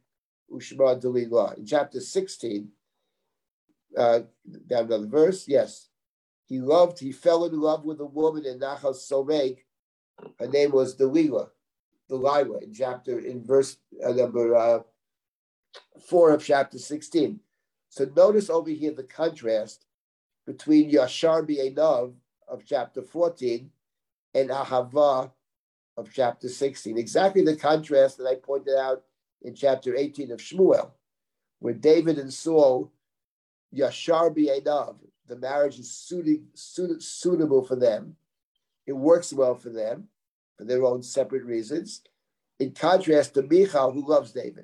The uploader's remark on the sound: This audio was originally captured from Zoom